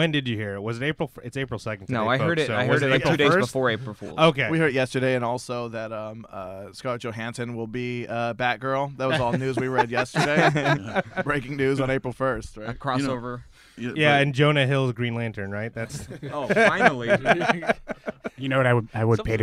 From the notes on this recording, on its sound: Recorded on Day 3 of WonderCon. WonderCon Special. Recorded on Day 3 of WonderCon.